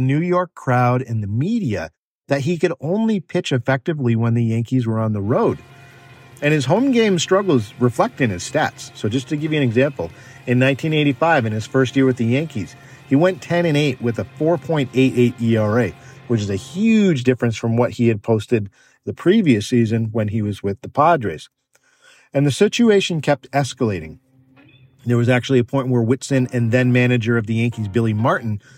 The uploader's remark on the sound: I recorded the episode in a car